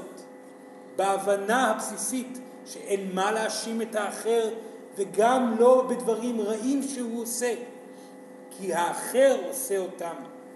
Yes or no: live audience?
yes